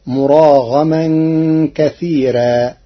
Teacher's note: قرأ ورش كلمة كثيرا بترقيق الراء فتصير مراغما كثيرا لوجود الياء الساكنة قبلها.